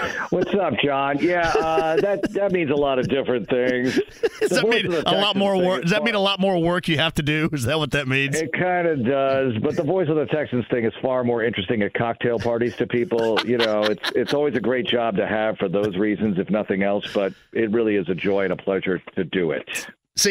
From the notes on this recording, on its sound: closes out the first hour with a phone call!